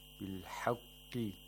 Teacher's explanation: The qaf has to be pronounced with the lowest level of tafkhim.